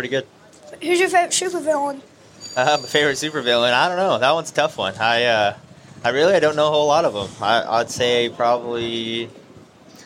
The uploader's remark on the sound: From the 36th annual Chili Bowl Nationals. Does a pit walk to catch up with drivers for some fun and random interviews.